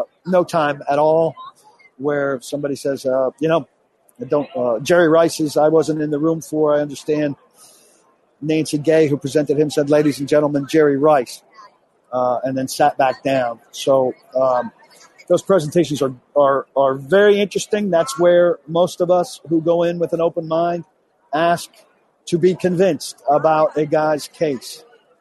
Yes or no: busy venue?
yes